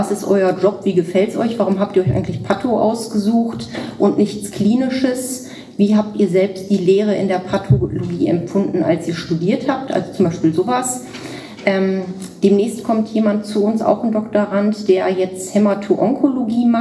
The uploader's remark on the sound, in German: Bei der diesjährigen Tagung der deutschen Gesellschaft für Pathologie. In Münster stattfand. In dieser Folge hört Ihr den Live-Mitschnitt von unserem Talk.